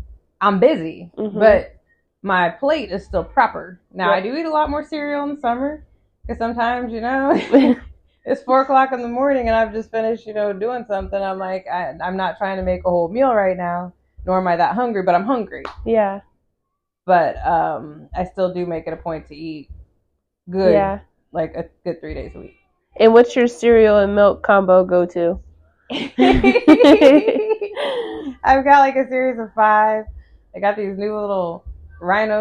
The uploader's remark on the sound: This episode also had a mic malfunction and I contemplated doing it over.